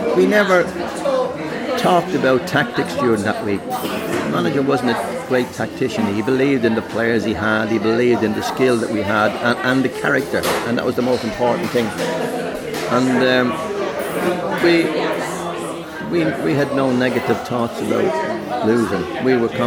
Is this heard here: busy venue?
yes